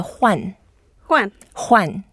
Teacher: And it's a fourth tone. So when we pronounce it, we go down and as if it's we are very energetic and very cheery.